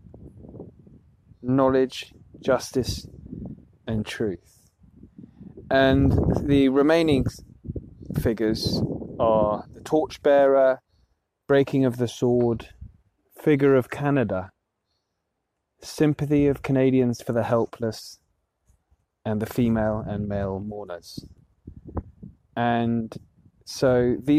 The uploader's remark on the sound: Aspects of History goes out into the field, and we are recording from Vimy Ridge, the site of the Canadian memorial to those killed many of whom no known grave was found. The sound on this recording is not perfect, - we were recording from out in the open.